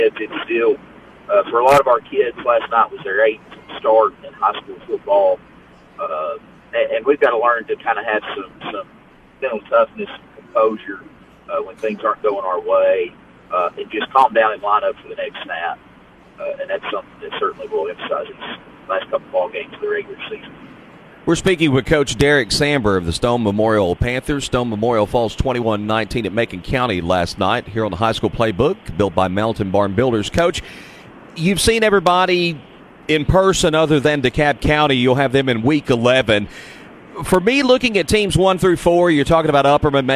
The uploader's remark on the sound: Live from Chick-fil-A, Interstate Drive in Cookeville….come grab breakfast Saturday morning and join us for high school football talk.